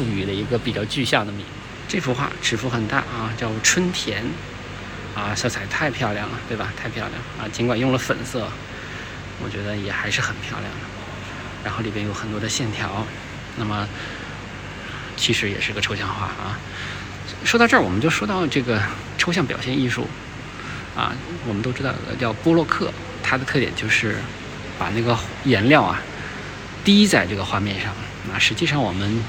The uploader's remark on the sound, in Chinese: 这是一个视频，也没有任何的准备，就是在看展现场一边看一边谈感受。清华艺博。